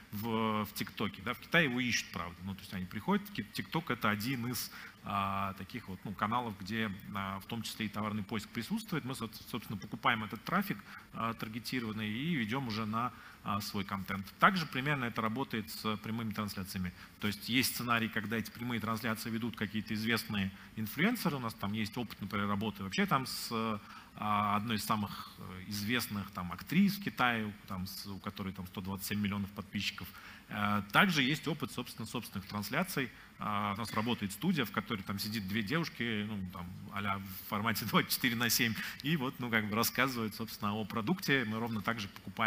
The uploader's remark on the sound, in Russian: Перед вами запись одной из секций конференции Marketplace Conf 2021, организованной Sellematics и Sellmonitor.